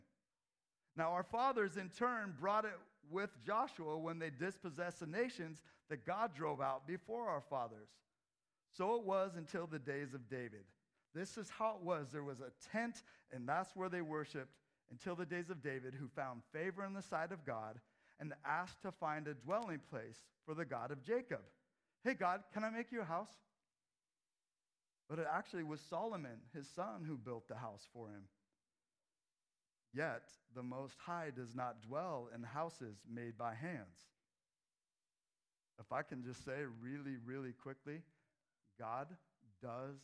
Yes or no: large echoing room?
yes